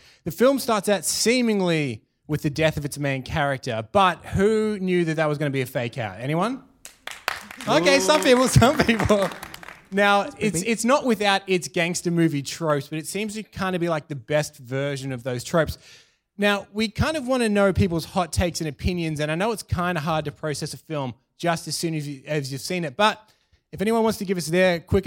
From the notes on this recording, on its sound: with a live audience!